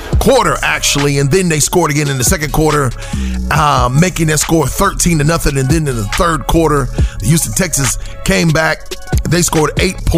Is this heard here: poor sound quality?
no